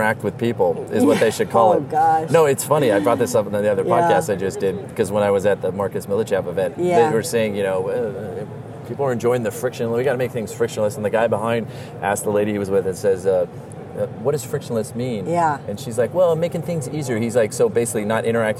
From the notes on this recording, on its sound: Live from ICSC RECON in Las Vegas